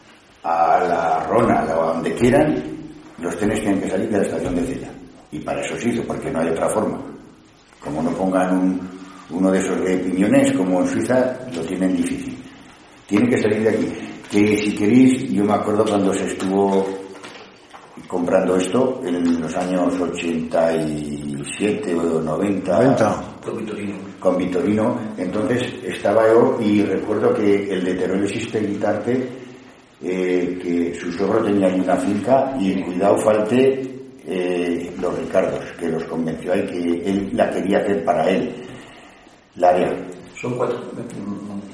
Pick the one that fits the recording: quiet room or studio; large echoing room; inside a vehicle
large echoing room